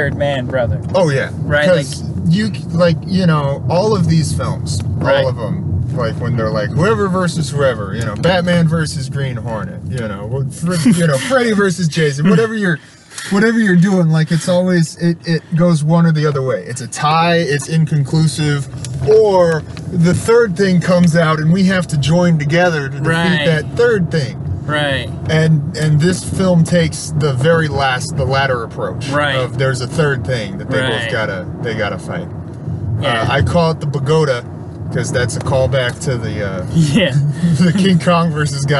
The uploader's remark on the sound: This was recorded on the drive to and from Godzilla vs Kong.